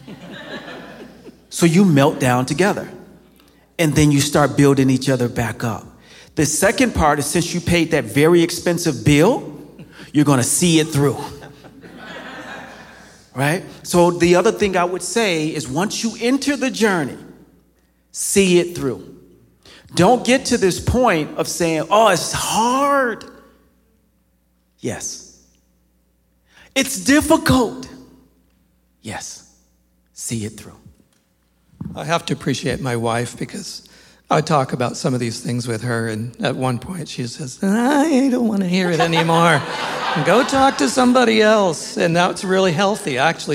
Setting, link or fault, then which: setting, live audience